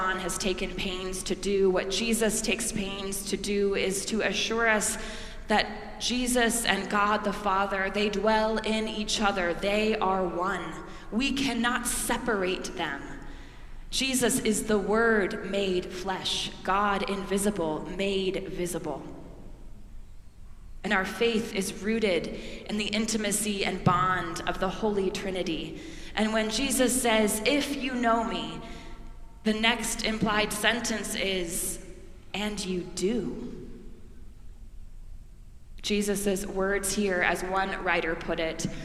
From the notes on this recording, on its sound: preached at our celebration of the Holy Eucharist on the Fifth Sunday of Easter